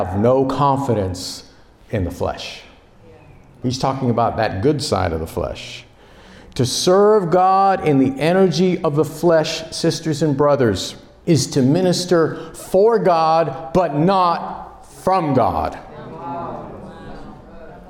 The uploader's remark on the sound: Delivered at a Ministry Leadership Conference in November 2023.